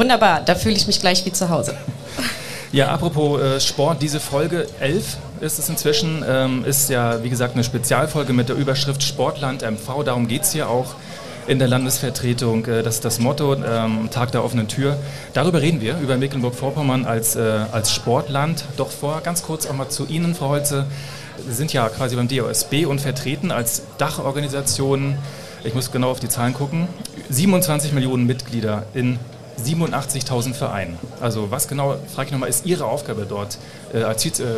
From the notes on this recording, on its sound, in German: In der Sonderfolge, die live in der Landesvertretung MV in Berlin aufgezeichnet wurde.